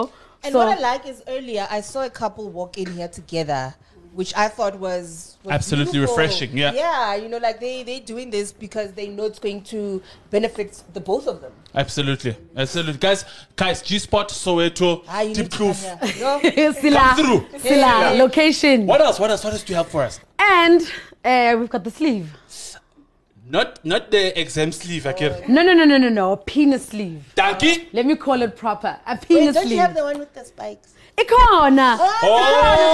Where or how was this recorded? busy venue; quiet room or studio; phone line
busy venue